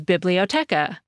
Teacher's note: Each syllable in that word gets about the same emphasis